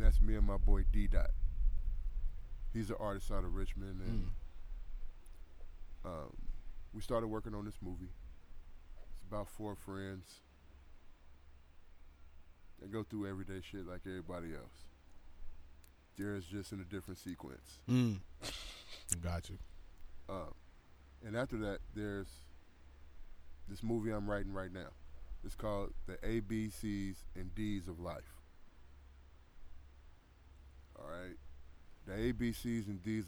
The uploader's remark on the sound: Podcast was recorded at Kellers Beach in Point Richmond. Some even stopped the podcast to talk to him.